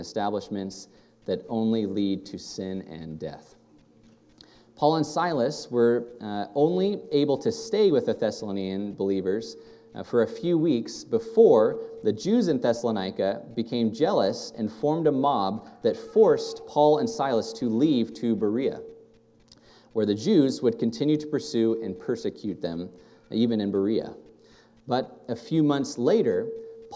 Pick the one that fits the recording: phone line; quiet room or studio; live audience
live audience